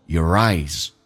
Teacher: r 跟 eyes 有个连音